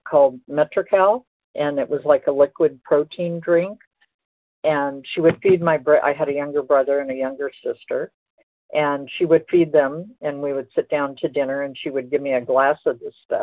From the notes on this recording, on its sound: 100 Pounders Phone Meeting, 5/15/23